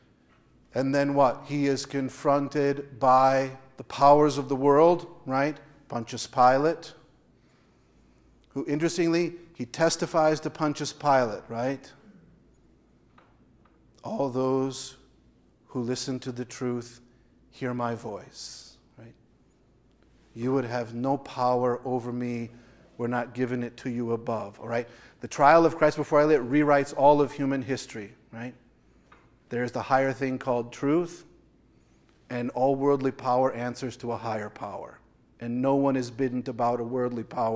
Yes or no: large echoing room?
yes